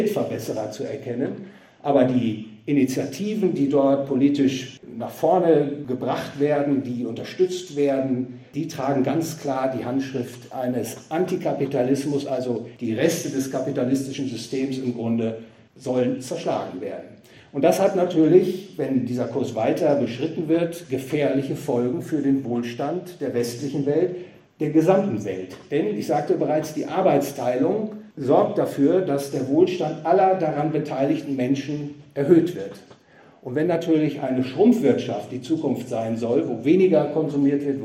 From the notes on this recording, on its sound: gehalten auf dem Fondskongress in Trier